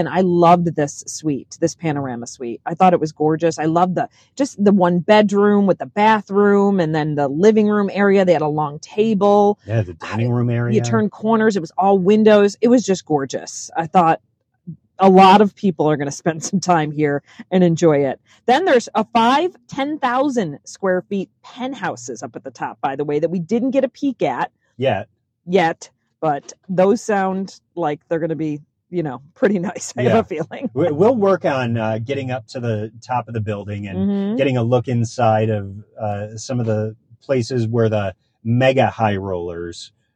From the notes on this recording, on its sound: We hopped in our car and recorded this right after our tour, so it was fresh on our mind.